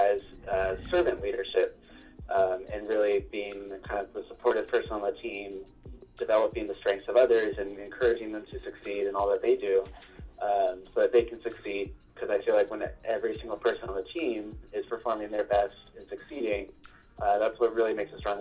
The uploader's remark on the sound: Our first over the phone interview!